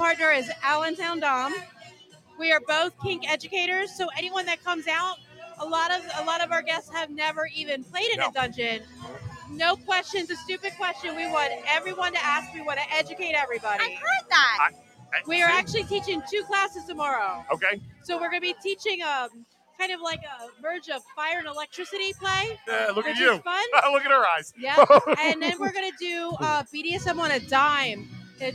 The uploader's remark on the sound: LIVE from the Club Giggity Hotel Takeover